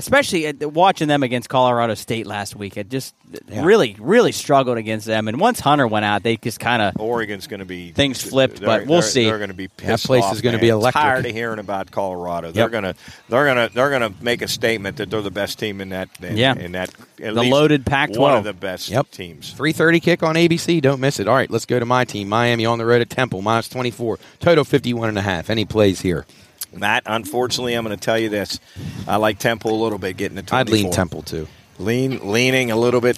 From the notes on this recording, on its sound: LIVE from The Crooked Dock in Wellsburg, West Virginia. To help celebrate in The Wellsburg Bridge grand opening.